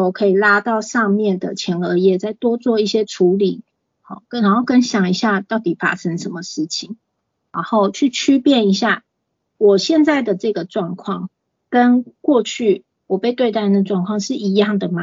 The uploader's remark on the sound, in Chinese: 此為線上課程錄音檔